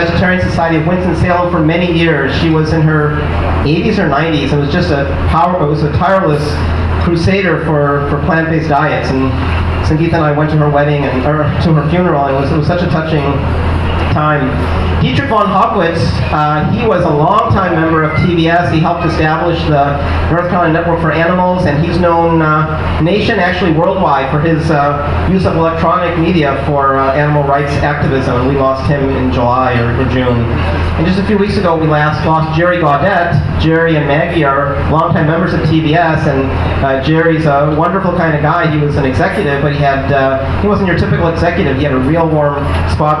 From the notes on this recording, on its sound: Triangle Vegetarian Society hosts the country's largest vegetarian Thanksgiving. Captured an audio montage of the event, such as feedback from some of the 525 attendees (from more than 42 cities and 7 states) in one extended seating. The beginning of the raffle of 129 items worth a total of more than $4500.